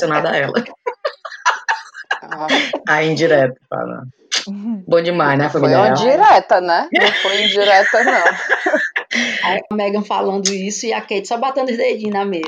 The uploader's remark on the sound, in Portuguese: Ainda estamos procurando uma maneira legal pra garantir um áudio bom de se escutar, mas tá dificil. Esse áudio de qualidade duvidosa.